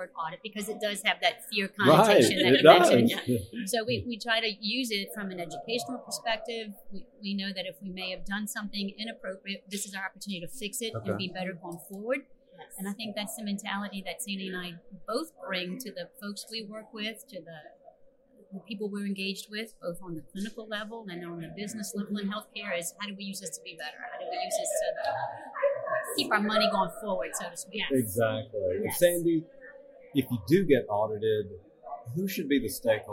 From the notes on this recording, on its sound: MGMA caught up with the duo at the Medical Practice Excellence: Financial and Operations Conference in Orlando.